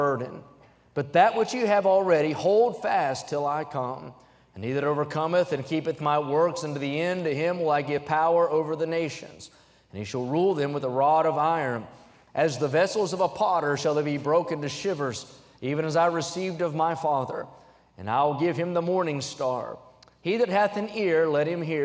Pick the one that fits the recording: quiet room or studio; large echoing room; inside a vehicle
large echoing room